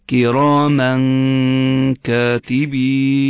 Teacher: بعد أوضح فتحة الميم كراما بعدها أدخل إلى الإخفاء. كراما كاتبين، هنا حينما أقف على كاتبين يعتبر مد عارض للسكون.